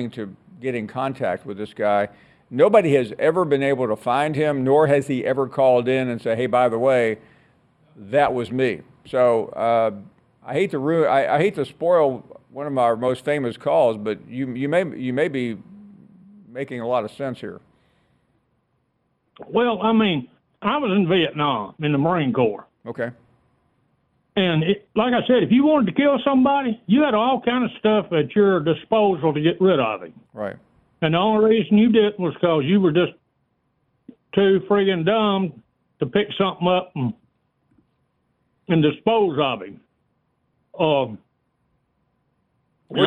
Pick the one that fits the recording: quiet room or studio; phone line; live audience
phone line